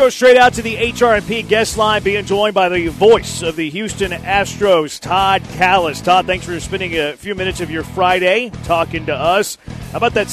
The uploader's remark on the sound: LIVE from East River 9 in East Downtown!